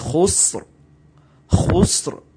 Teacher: را کی بھی ساؤنڈ آئے سین کی بھی آئے، لیکن یہاں پر قلقلہ نہ ہو